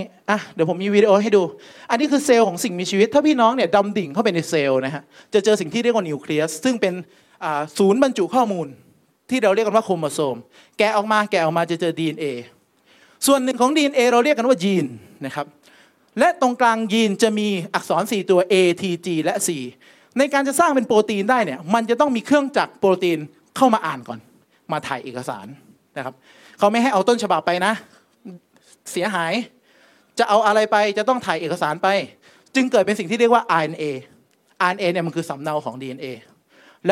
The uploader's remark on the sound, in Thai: เทปบันทึกงาน Assabiqoon Islamic Forum ครั้งที่ 1